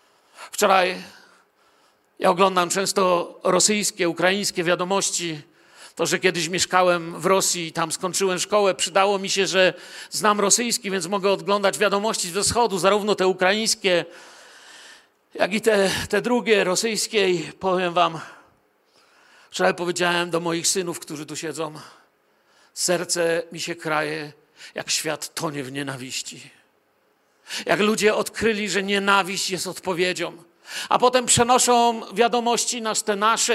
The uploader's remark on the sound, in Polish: Wykład nagrano podczas nabożeństwa w Kościele „Filadelfia” Bielsko Biała.